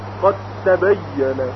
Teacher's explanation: وقتی دال در که ادغام میشه هیچ اثری از حرف دال باقی نمیمونه، قاد تبینه، یعنی حتی قلقله دال هم از بین میره، قاد تبینه. · Term: ادغام کامل